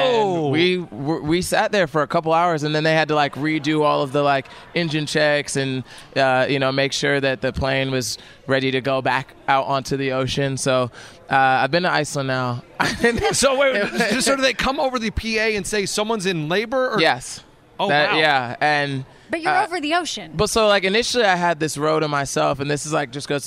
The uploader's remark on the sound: CMA Awards Backstage Interviews